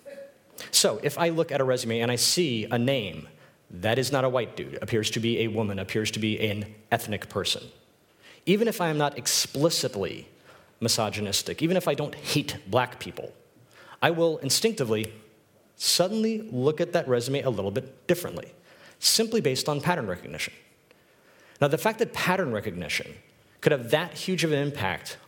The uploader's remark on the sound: This is a recording of my talk at UX Copenhagen